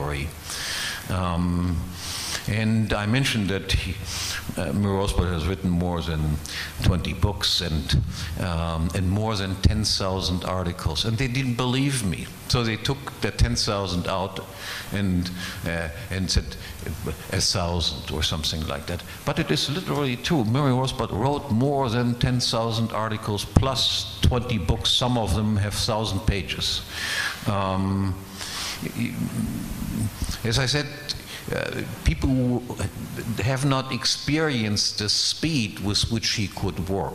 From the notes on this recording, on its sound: This Roundtable Discussion and Q&A session is from the 2015 meeting of the Property and Freedom Society